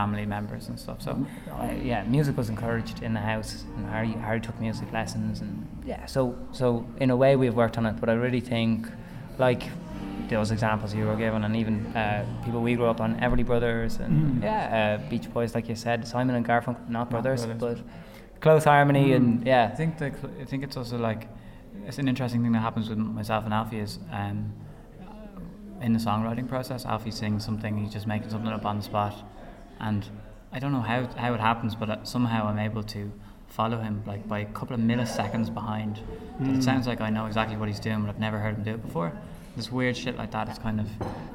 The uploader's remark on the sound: The coversation was recorded over pizza.